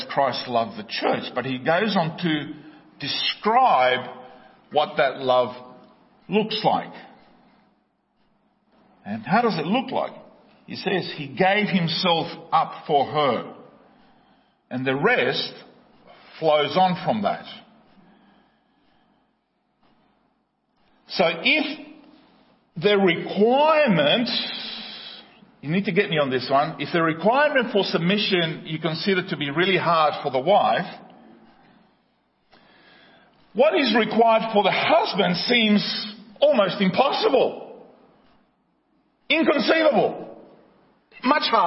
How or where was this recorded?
large echoing room